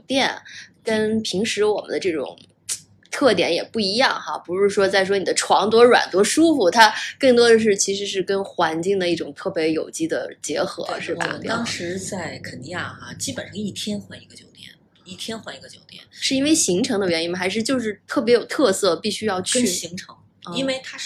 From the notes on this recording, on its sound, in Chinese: 本期受两个录音设备交替影响，音量可能不一致，见谅。